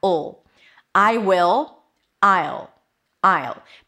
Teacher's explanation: Will becomes ul. So it's a schwa and a dark L. Make sure you kind of like create some tension here in the back.